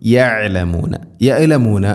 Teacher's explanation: ഐൻ മഖ്റജ് ശ്രദ്ധിക്കണം, തൊണ്ടയുടെ മധ്യഭാഗം